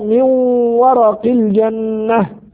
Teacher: نون ساكنة بعدها حرف الواو حكمها إضغام بغنة